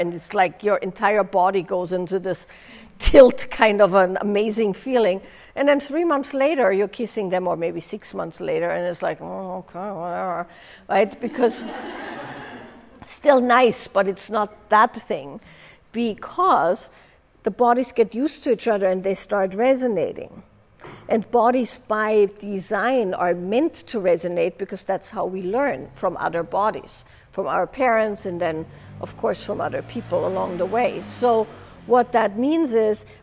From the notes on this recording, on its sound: live with participants from a recent in-person event